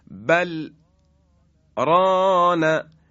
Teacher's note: در لام ساکن سکت ایجاد میشه